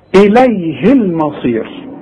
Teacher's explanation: إليه المصير، شوف إليه المصير ده ما فيش مد بقى فيه. لما تلاقي اله بين ساكنين يبقى ما عنديش مد لا عند الوصل ولا عند الوقف